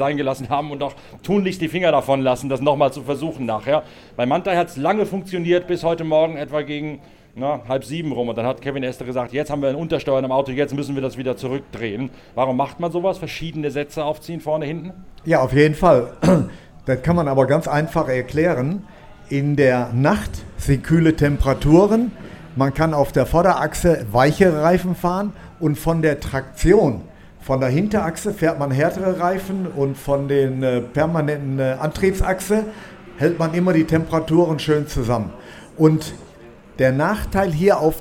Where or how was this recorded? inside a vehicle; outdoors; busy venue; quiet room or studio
busy venue